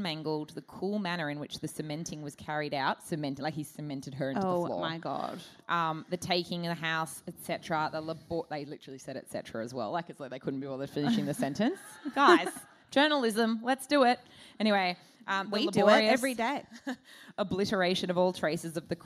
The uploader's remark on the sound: Melbourne Live Show. AAMH's live show recorded at Melbourne's Chapel Off Chapel theatre.